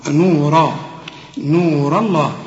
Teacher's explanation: الراء مفخمة واللام بتاعت لفظ الجلالة مفخمة